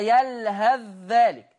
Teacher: حفص يضغم الثاء في الذال